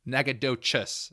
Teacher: It's a ch instead of a sh.